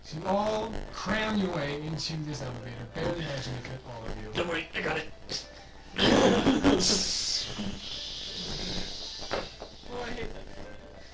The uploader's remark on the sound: sorry for all the static.